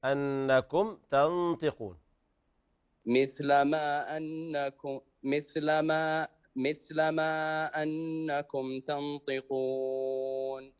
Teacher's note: يعني أنكم تنطقون ما في غنى عند الميم